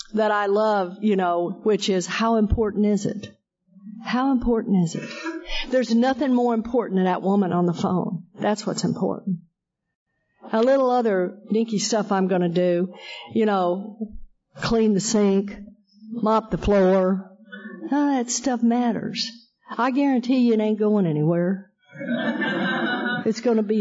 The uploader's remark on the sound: Friends in Recovery Roundup Rally held in Durban South Africa. This event is live and on Zoom.